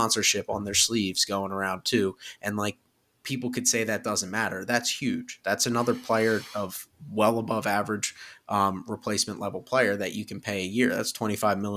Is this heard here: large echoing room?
no